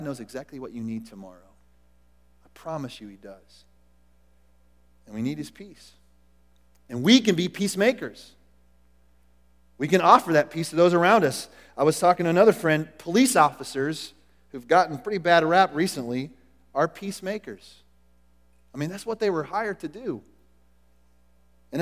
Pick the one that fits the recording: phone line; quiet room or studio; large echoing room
large echoing room